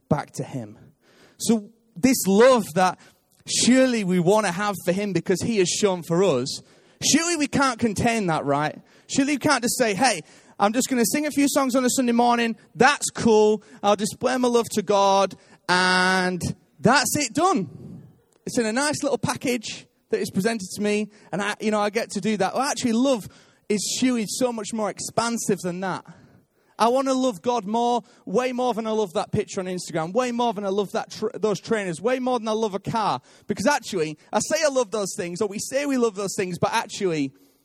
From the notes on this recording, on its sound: Recorded live at Life Church Lancashire on 3rd March 2019